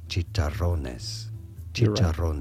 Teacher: because there's a double R, you want to roll your R quite thoroughly